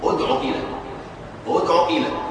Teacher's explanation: عين ضمة ثم ننتقل إلى الهمزة المكسورة في إلى بلا إشباع للضمة